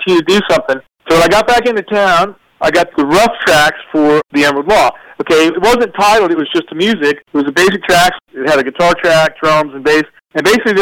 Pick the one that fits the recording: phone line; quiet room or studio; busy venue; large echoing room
phone line